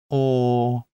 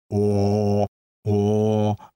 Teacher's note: щоб вимовити звук О, треба трохи розкрити щелепи і зблизити куточки губ